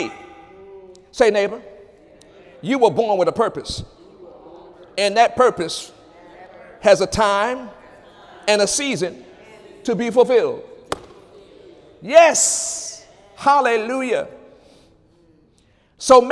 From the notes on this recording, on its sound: During Wednesday night service on May 17, 2017